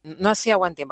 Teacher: De nuevo nos encontramos con otra parte en la que la S suena diferente. Pronuncian la Z o la C como si fuera una letra S. · Term: seseo